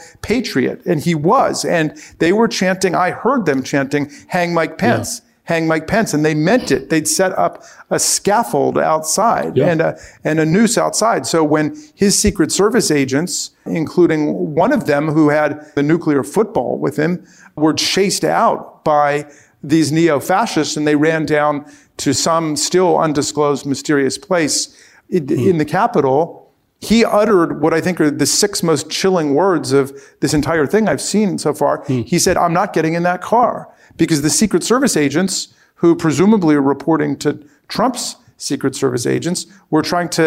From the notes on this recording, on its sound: Recorded before a live audience at Georgetown’s Center on Faith and Justice.